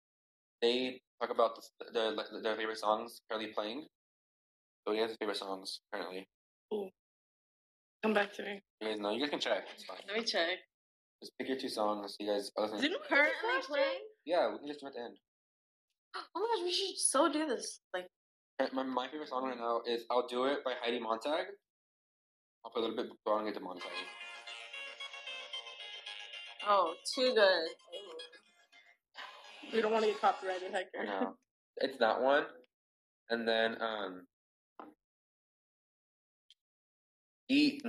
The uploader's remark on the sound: Please excuse bad audio quality im still working on it.